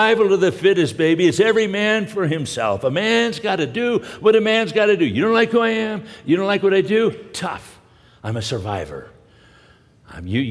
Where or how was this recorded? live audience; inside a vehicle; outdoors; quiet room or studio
live audience